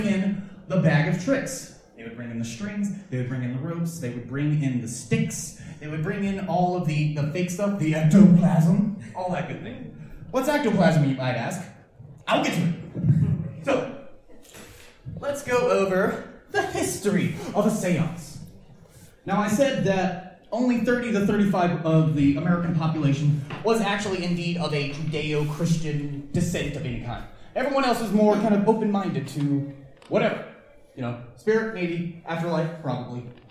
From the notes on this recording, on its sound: Wild Wild West Con 11 Panel. 11pm Saturday night in Ballroom H.